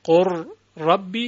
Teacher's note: لام تبدیل میشود به را و را به را متصل میشه. قل ربی میشود قر ربی و سپس اتصال الصوتین یعنی اتصال دو صوت قر ربی.